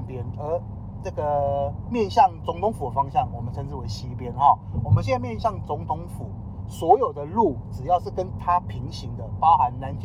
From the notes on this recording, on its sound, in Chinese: 某天搭UBER在回程路上聽大哥講故事用手機錄音 音質有點糟。